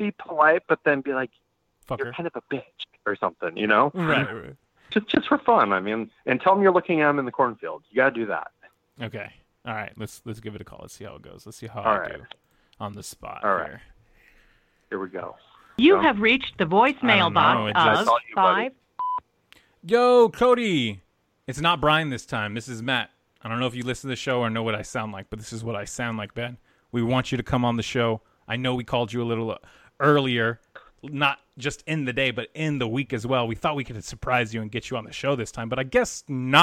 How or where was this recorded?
phone line